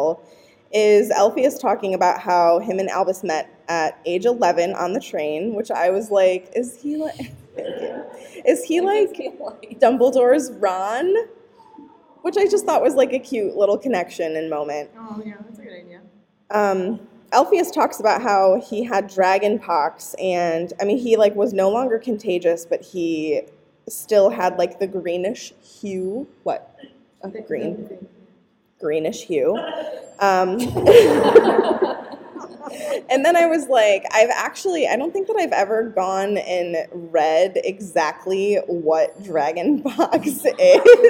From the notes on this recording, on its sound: LIVE from LeakyCon Chicago 2023!